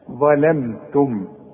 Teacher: اهو صح صح، انا غلطت في اللام، قل ظلم، شوف ظلا ظلم لا ظلا، الاول هفخم الظ ولازم اطلع لساني فيها، لكن اللام والميم وبقيه الكلمه ارققها